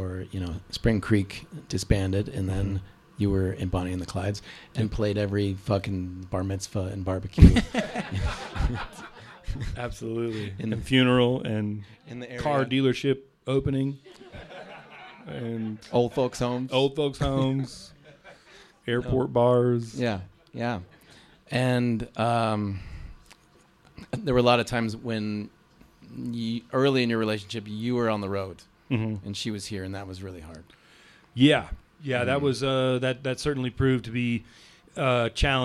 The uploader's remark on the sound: Recorded live at Spirit Hound Distillers in Lyons, Colorado.